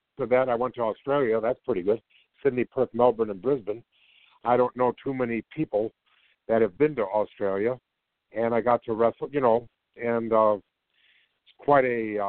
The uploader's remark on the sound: we'll be taking your calls live!